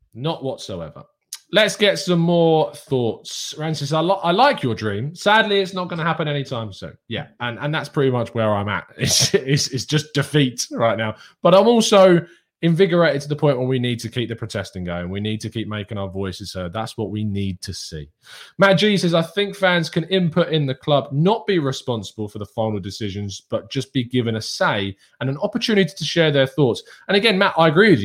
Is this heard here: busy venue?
no